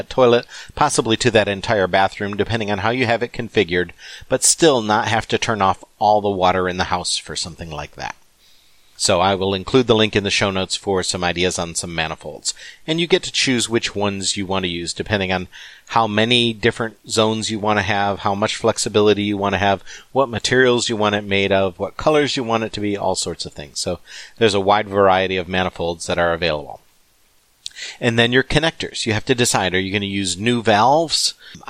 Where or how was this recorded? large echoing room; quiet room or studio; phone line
quiet room or studio